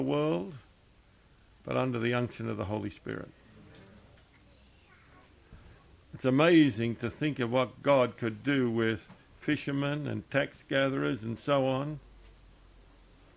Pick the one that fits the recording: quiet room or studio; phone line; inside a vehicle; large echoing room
large echoing room